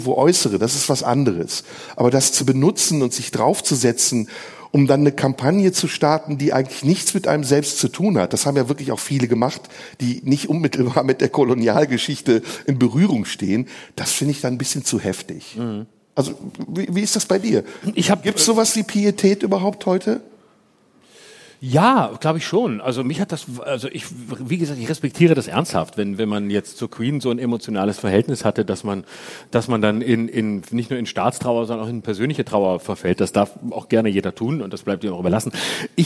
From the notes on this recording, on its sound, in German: Live aus dem Tipi. Live-Podcast im Tipi.